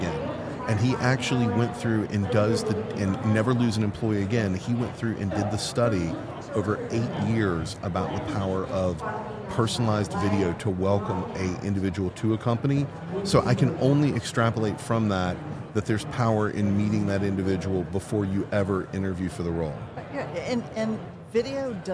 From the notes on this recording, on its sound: Recorded live from the floor of HR Tech. This is a special mini series recorded with Oleeo at HR Tech 2023.